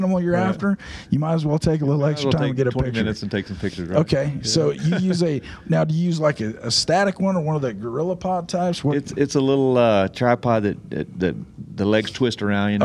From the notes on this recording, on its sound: Live from Panel. The boys take a few minutes away at Panel.